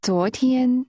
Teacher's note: The tones are rising and high level.